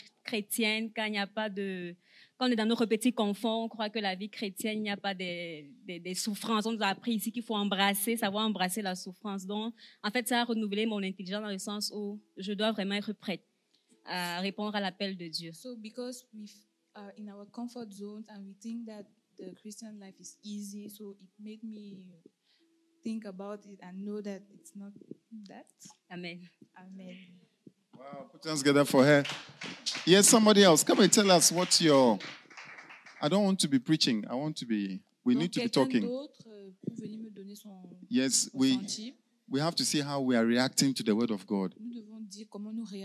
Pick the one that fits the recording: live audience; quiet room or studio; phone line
live audience